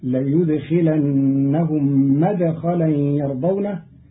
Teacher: قرأ قالون مدخلا بفتح الميم